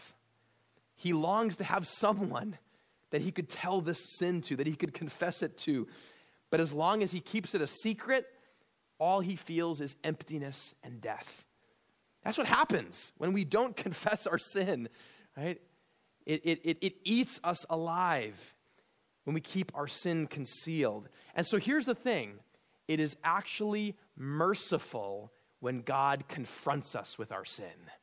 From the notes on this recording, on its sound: at Immanuel Lutheran Church in Pasadena, CA